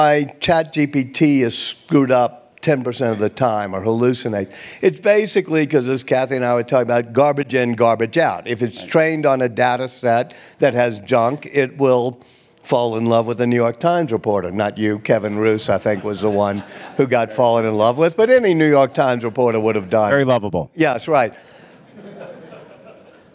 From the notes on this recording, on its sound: on stage at the Aspen Ideas Festival